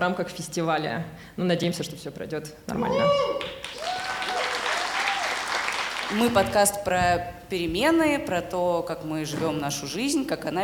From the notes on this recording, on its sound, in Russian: Live в Алматы. Мы провели первую открытую запись подкаста за пределами России — в Казахстане, на фестивале The Art of Storytelling.